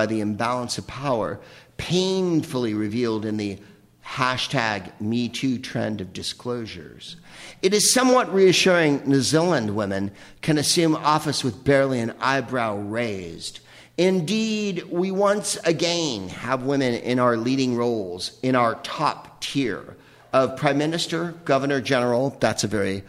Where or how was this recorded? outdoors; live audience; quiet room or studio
live audience